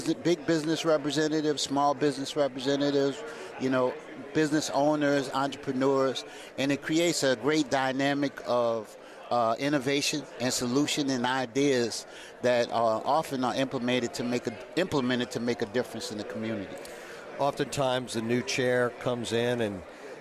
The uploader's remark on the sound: New Orleans Chamber 2023 Annual Luncheon at Hilton Riverside New Orleans. Broadcasting LIVE from the Hilton Riverside for the New Orleans Chamber 2023 Annual Luncheon.